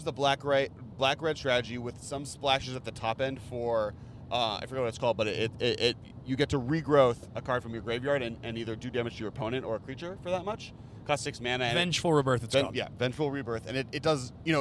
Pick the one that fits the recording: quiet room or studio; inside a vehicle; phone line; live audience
inside a vehicle